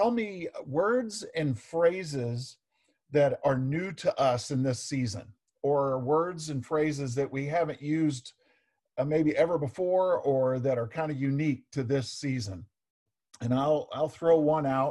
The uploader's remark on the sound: Zoom Sunday